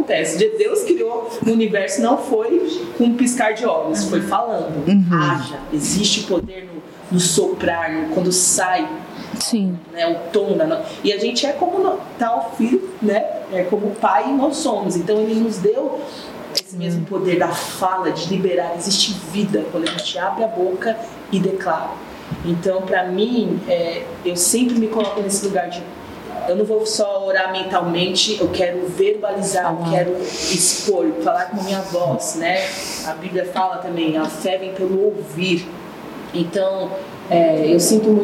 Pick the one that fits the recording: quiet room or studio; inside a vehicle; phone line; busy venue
busy venue